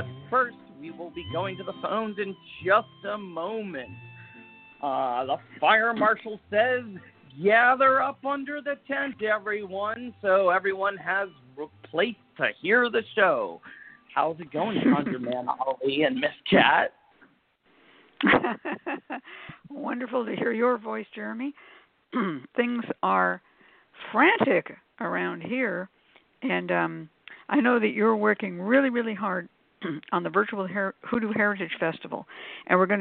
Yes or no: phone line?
yes